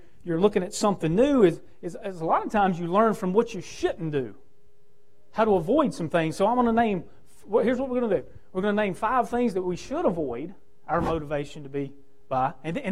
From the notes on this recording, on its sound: Preaching from the pulpit at Victory Way Baptist Church.